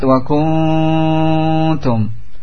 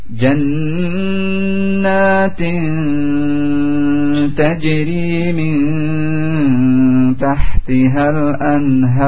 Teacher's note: Ta, disiapkan makhraj ta setelah nun atau setelah tanwin, ujung lidah dengan tempat tumbuh gigi. · Term: ikhfa